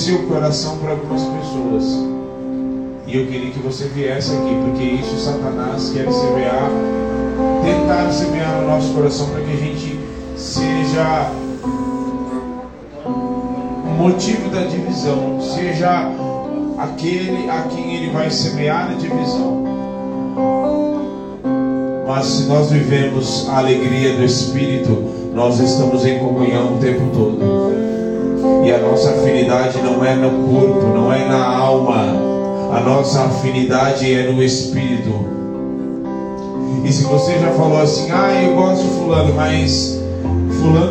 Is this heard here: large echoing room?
yes